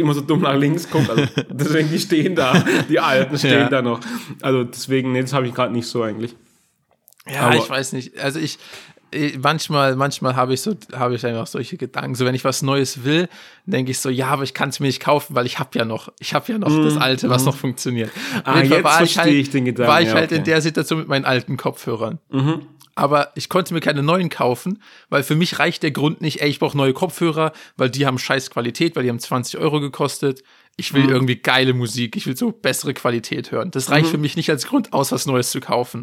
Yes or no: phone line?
no